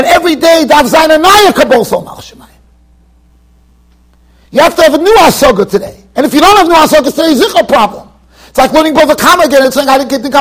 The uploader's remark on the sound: Shiur recorded in Yeshivas Ohr Reuven, Monsey NY.